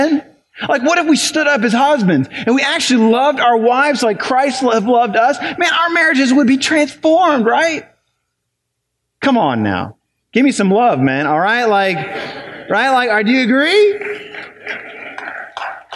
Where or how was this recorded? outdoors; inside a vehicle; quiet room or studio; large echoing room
large echoing room